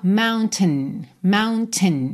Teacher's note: Essa parte final que vem ali entre o T e o N, ela é muito reduzida. Aqui a gente até ouve um pouquinho de vogal, mas soa mountain, mountain.